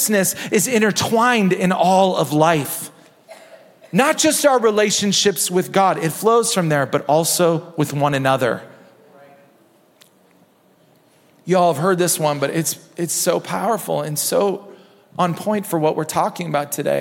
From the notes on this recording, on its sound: Recorded at Hope Church in Springfield, MO.